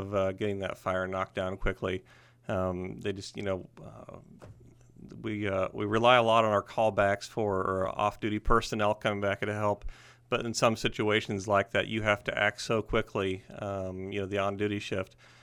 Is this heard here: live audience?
no